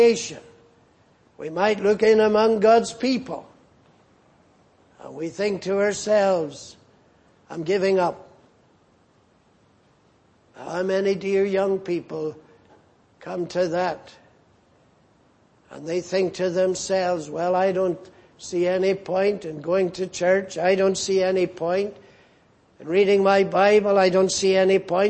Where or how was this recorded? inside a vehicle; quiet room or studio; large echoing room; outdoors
large echoing room